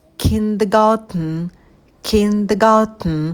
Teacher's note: Первый звук «к» мы произносим с придыханием, потом краткий «и» – kinder, kinder, и затем «га» – долгий звук «а» и «тн», «тн».